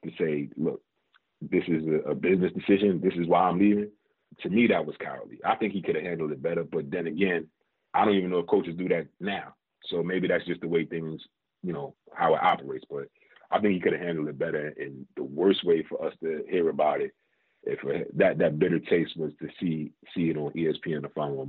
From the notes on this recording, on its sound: phone line